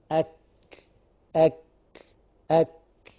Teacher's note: الكاف من أقصى اللسان مع الحنك اللحمي والعظمي